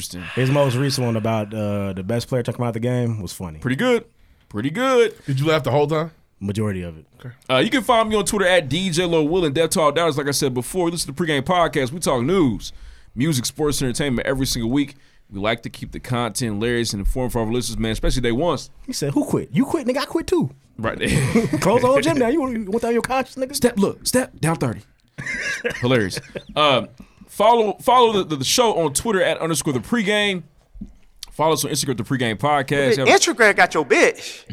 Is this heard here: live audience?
no